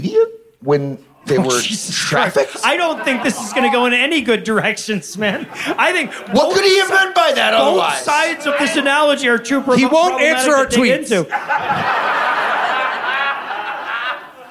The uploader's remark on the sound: Sound of Freedom LIVE from Las vegas.